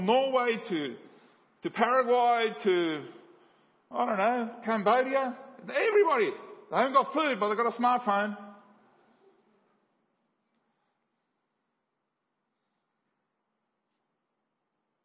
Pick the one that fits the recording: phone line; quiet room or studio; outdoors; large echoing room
large echoing room